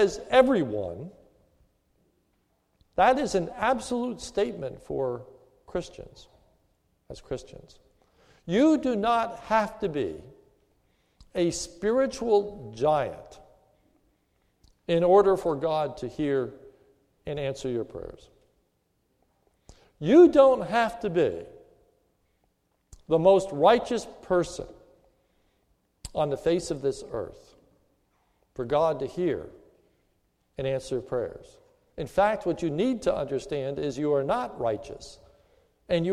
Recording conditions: large echoing room